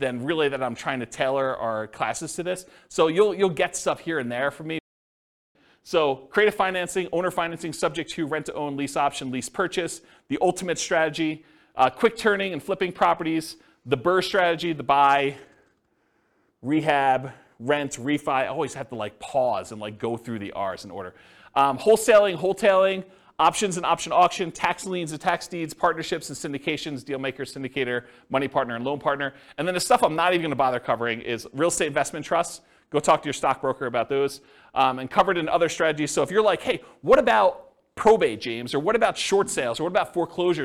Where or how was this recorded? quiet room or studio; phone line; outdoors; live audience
live audience